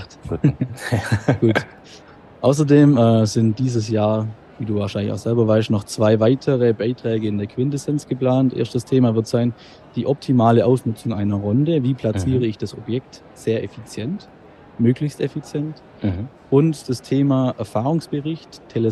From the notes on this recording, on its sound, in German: Live auf der IDS 2023 in Köln